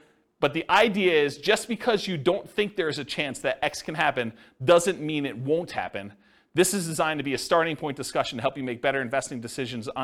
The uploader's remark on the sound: This was a live class recorded